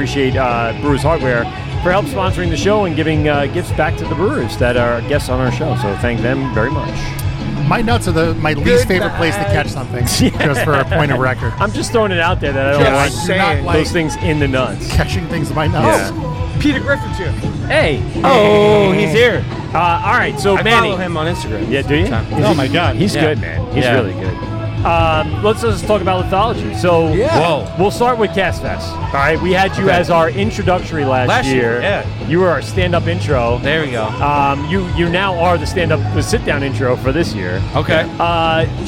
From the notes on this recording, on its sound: LIVE at Blue Point Cask Fest 2023. South Shore, Lithology, Spider Bite, Ghost, Barrage, Bucket Brigade and the LIBME home-brew clubs sit and chat about their best memories from this annual festival now in its 20th year!